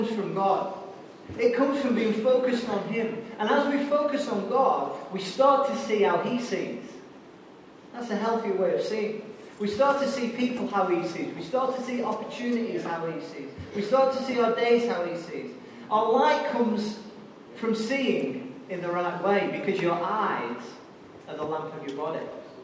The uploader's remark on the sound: Recorded live at Life Church on Sunday 22nd January 2017.